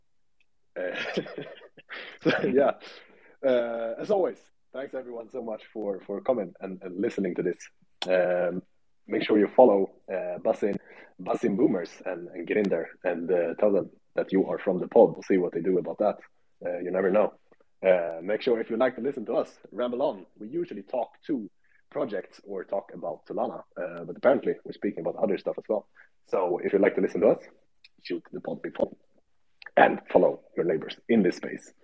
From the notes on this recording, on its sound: The content in this podcast is a recorded Twitter space